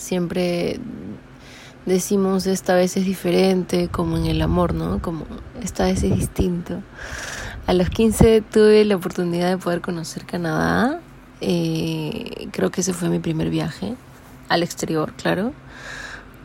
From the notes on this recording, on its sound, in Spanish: Que actualmente vive en la selva peruana, empieza con los sonidos de la naturaleza.